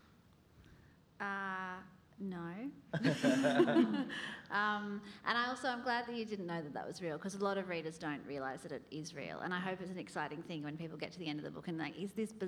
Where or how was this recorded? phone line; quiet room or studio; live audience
live audience